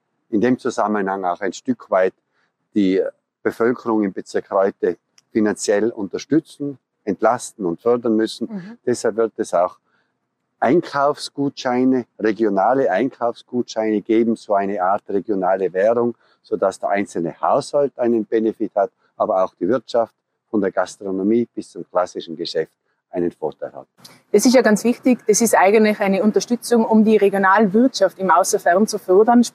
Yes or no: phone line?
no